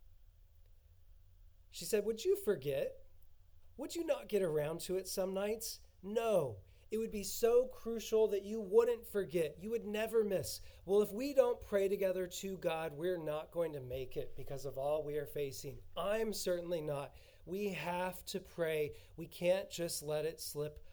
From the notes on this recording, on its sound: We were having some microphone issues during the recording of this sermon…so you may need to turn up your speakers all the way!